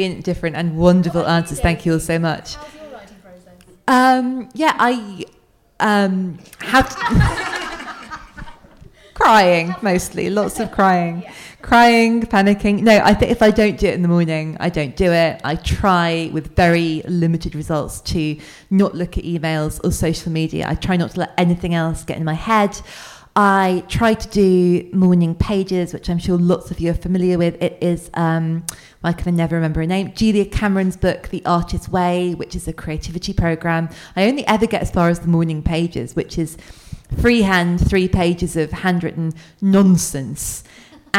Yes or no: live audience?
yes